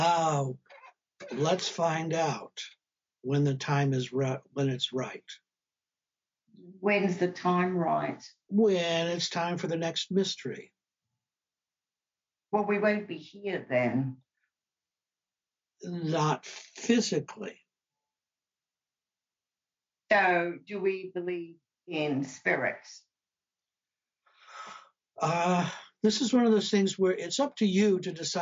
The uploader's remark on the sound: Live discussion from 13 February, 2022 on Zoom.